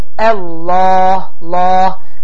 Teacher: Biz keçən dərsdə dedik ki, əgər Allah sözündən əvvəl gələn hərfin hərəkəsi fəthə, yəni ə olarsa, bu zaman qalın formada oxunur